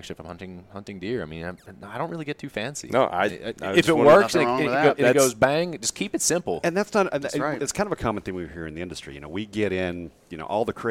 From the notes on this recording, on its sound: sits down with us at SHOT Show